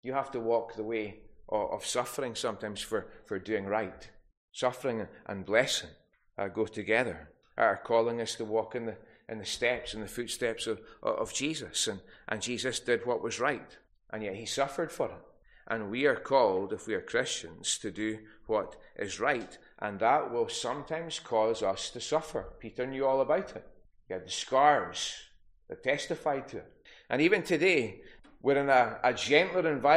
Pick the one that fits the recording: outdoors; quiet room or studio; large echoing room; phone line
large echoing room